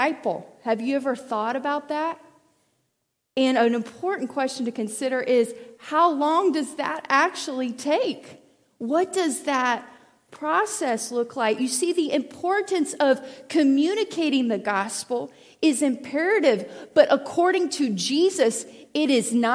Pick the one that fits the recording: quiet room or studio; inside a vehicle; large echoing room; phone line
large echoing room